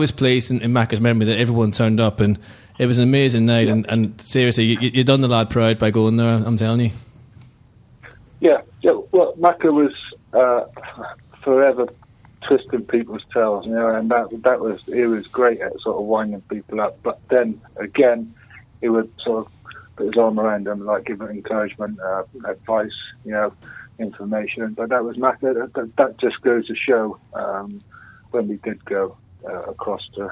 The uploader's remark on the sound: Joined in the studio. Joined on the phone.